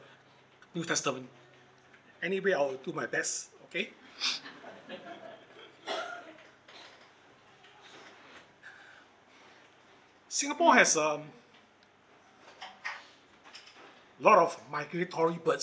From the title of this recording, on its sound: Recorded Live/Sermon